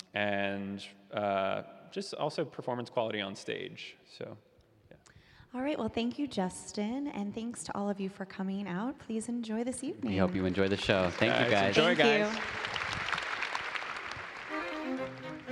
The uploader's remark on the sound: LIVE from San Francisco Ballet's Unbound Festival in a live “Meet The Artist” event before the opening night of San Francisco Ballet's Unbound Festival.